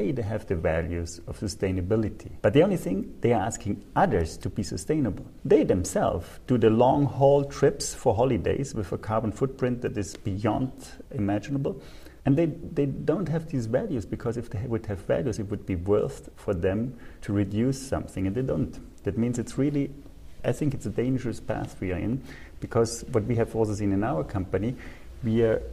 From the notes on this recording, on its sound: podcast episodes recorded at this year’s Global Peter Drucker Forum on management